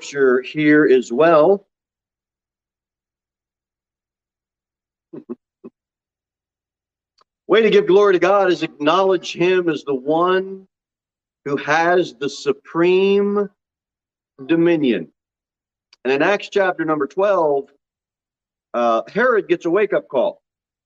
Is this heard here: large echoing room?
yes